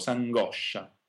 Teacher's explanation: the spelling SCI creates the esh phonetic letter, and this is always doubled in Italian.